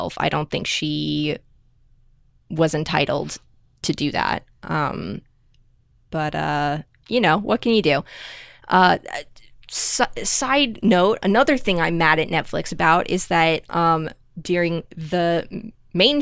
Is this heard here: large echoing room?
no